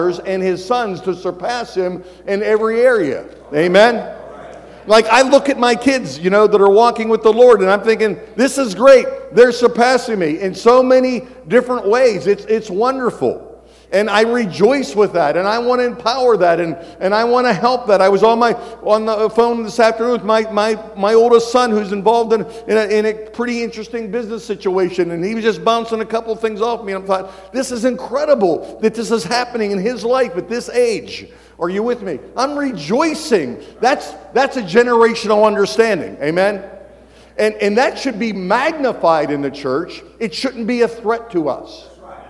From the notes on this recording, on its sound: Every February, pastors and leaders from around the country gather together at our leadership conference. One of the recordings from our 2023 Leadership Conference.